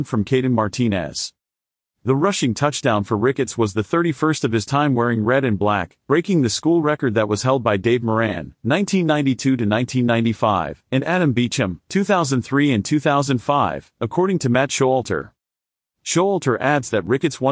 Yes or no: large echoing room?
no